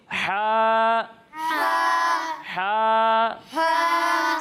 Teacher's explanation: जब हम हा की अदायगी करेंगे तो इसे हलक के निचले हिस्से से पढ़ेंगे